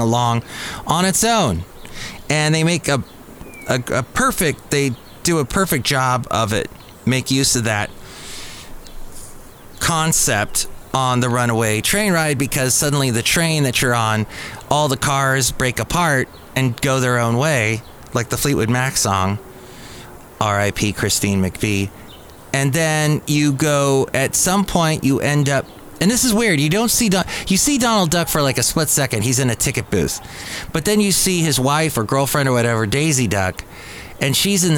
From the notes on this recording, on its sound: podcasts live from Cafe Anyway